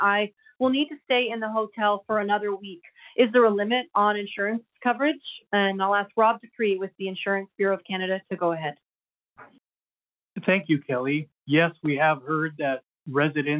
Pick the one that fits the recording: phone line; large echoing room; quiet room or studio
phone line